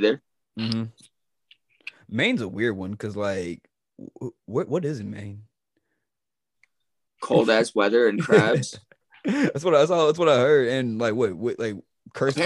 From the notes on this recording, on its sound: First Zoom Podcast.